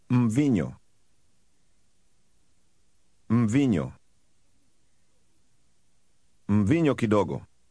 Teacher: Did you include the slight m sound at the beginning of the word for wine?